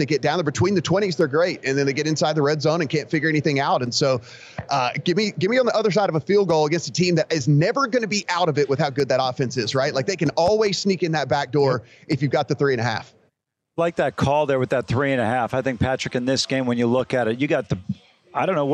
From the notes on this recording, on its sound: live from TPC Scottsdale's Draftkings Sportsbook